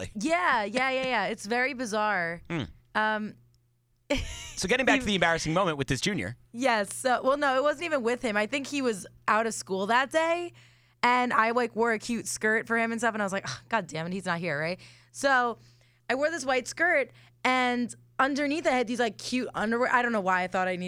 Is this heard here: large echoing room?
no